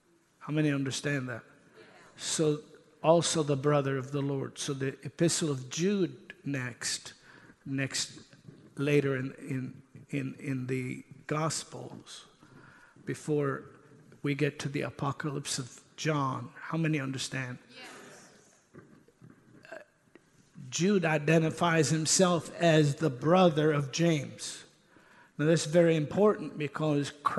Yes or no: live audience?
yes